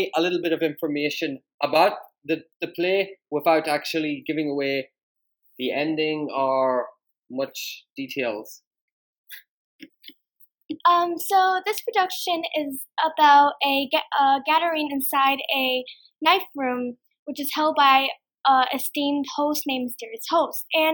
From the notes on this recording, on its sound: Unfortunately the sound quality was not the best for this podcast.